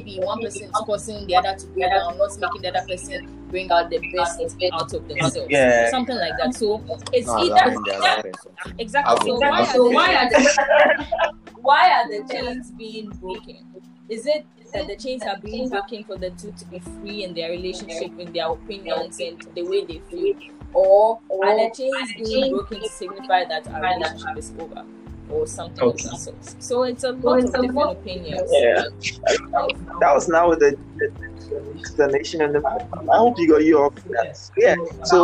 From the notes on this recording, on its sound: This was the test recording of how “That Gender” would be like. It has the raw unfiltered audio with a bit of feedbacks that make hearing a bit difficult.